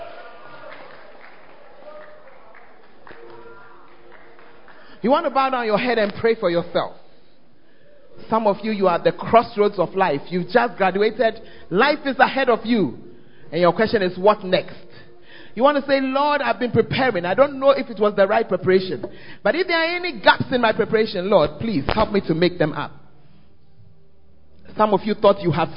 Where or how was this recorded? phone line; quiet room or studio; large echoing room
large echoing room